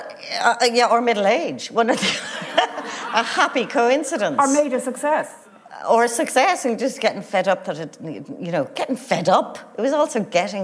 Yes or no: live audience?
yes